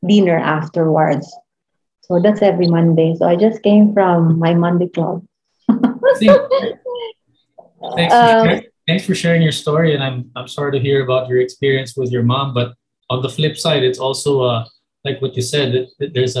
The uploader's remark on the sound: Zoom call